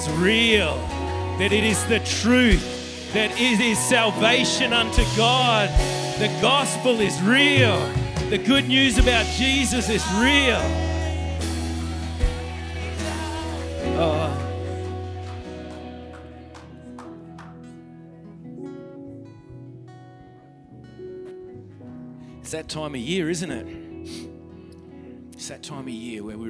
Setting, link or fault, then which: setting, live audience